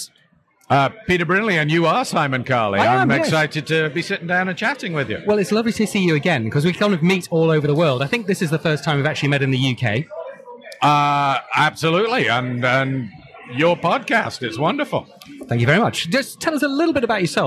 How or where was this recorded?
busy venue